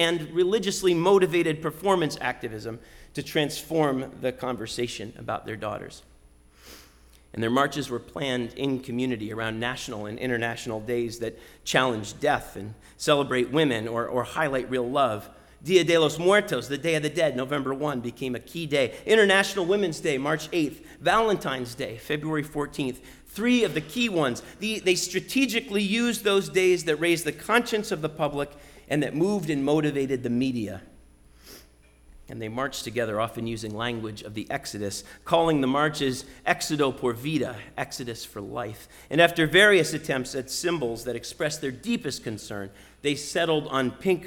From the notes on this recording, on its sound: Sermon preached at RCHP on Easter Sunday, April 17, 2022.